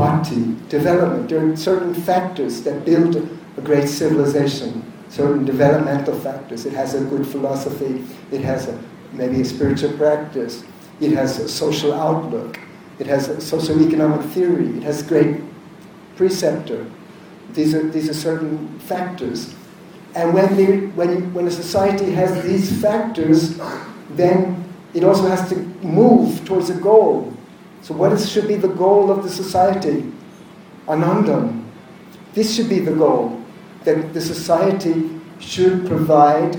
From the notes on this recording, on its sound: This is a recording of a lecture. At the Renaissance Universal Club in Bhubaneshvar, India.